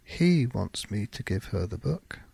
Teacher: With emphasis on he.